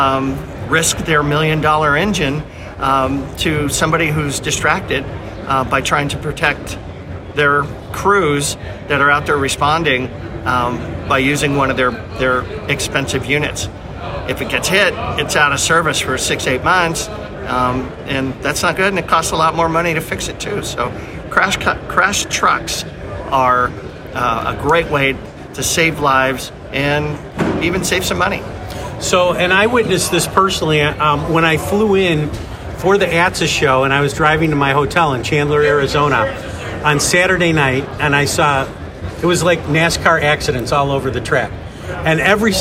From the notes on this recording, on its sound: Utility Fleet Professional was live at the ATSSA 2023 show